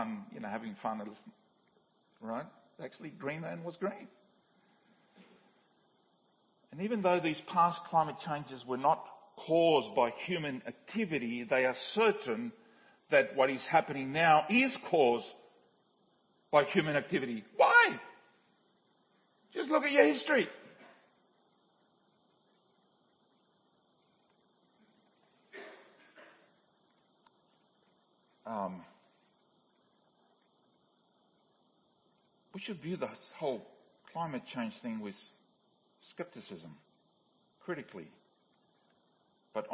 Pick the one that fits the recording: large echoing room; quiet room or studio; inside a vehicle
large echoing room